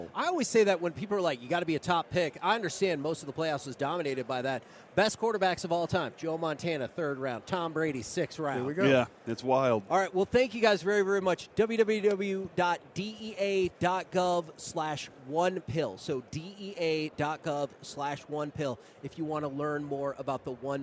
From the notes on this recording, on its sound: LIVE from Radio Row in Las Vegas!